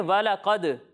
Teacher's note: کلکلا خوب ظاہر ہوگا، یعنی آواز جو ہے وہ لوٹتی ہوئی محسوس ہوگی